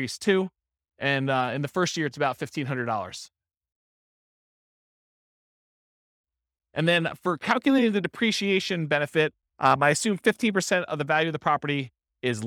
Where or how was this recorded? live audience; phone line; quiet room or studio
live audience